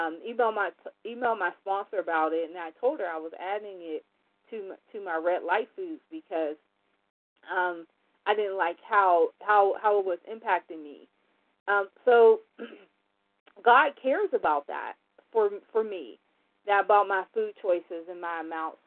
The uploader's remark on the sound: 100 Pounders Phone Meeting